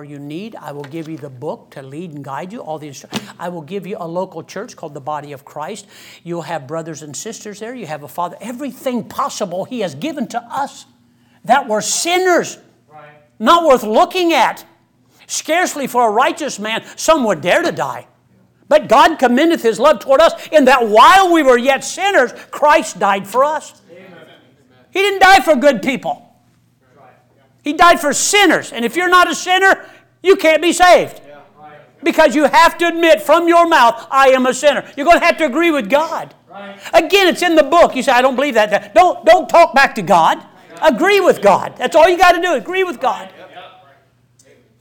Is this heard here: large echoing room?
yes